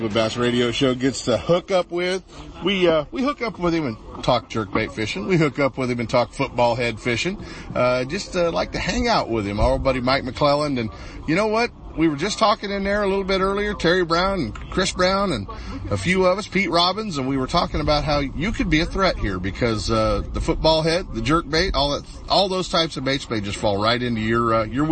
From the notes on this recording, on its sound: Ultimate Bass Radio - Live Bassmaster Classic Kick Off.